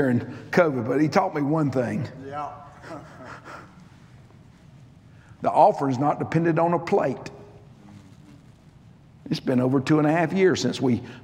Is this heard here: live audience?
yes